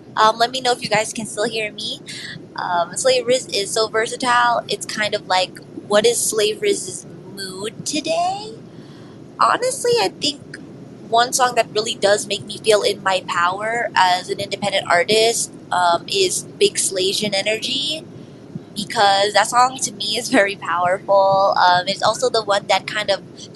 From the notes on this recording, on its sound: Takes the mic during mid-flight, thousands of feet in the air.